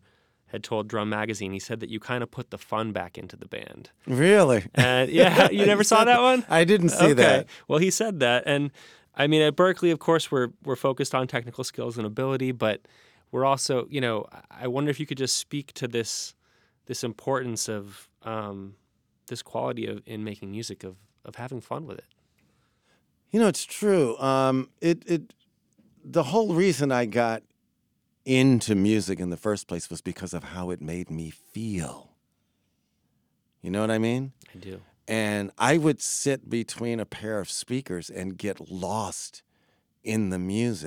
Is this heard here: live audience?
no